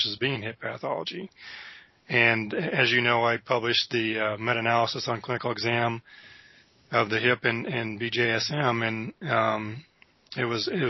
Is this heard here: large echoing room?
no